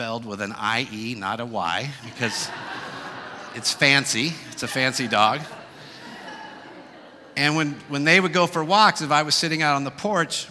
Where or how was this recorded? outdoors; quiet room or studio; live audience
live audience